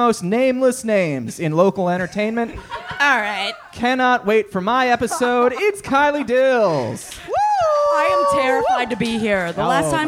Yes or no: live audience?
yes